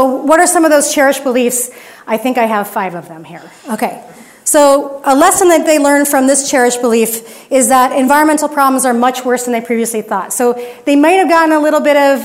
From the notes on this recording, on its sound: a standing-room only audience at the Plaza View Room in Arcata, California